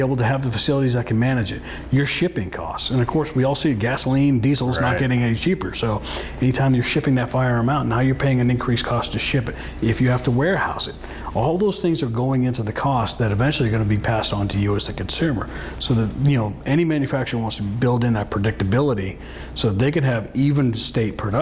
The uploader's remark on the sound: On this week’s show, we’re at the Association of Great Lakes Outdoor Writers annual conference in Bemidji!